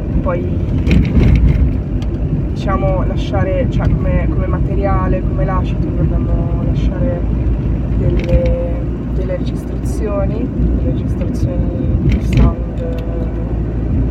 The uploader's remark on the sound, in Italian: Trentunesimo podcast registrato in viaggio. All'interno della sua fedele macchina, casualmente concluso all'Osservatorio Astrofisico di Torino.